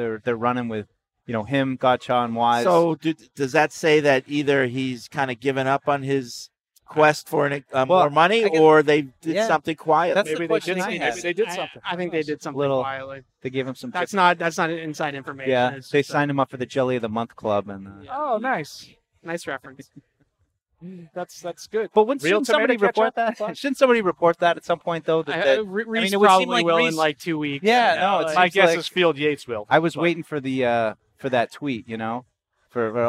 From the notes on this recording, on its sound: broadcasted live from Day 2 of Patriots Training Camp